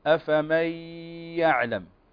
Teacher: هنا نون ساكنة وبعدها الياء، والياء من حروف الإدغام بغنة وهي مجموعة في قولك ينمو، فتقرأ أفمن يعلم.